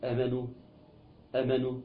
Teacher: ناخد بالنا ان بعد الهمزة في ألف، ولذلك مد بمقدار حركتين اسم مد بدل آمانوا.